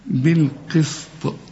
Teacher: القاف كمان في اخر درجات التفخيم